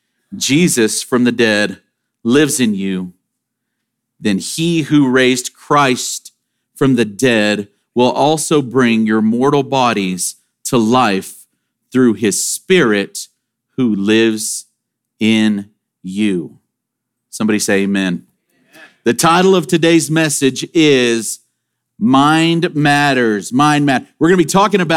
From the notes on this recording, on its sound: Sermon audio from Sunday, September 24, 2023.